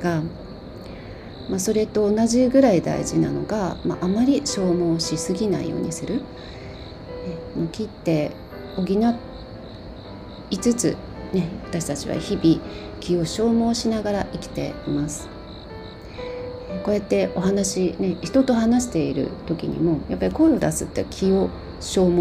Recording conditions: sounds in the background